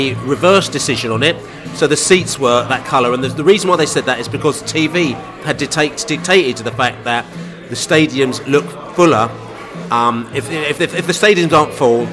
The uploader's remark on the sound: Podcast From the Pub